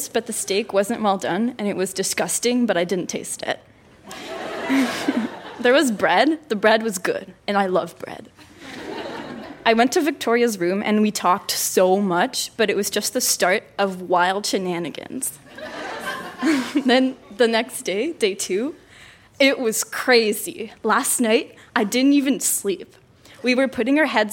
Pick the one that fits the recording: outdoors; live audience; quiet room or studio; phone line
live audience